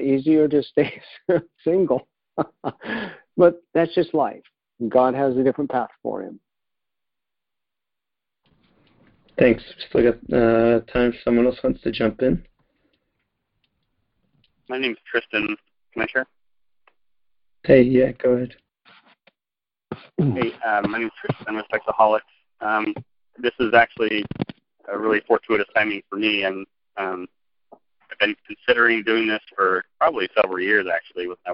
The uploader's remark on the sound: 2019 New Years Day Phone Conference